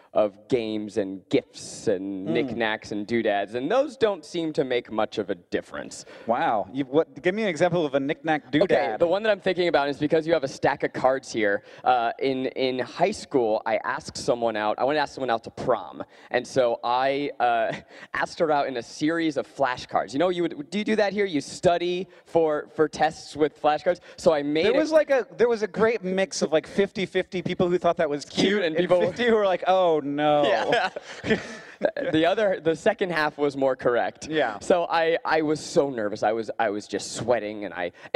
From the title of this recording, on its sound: Live from VidCon Australia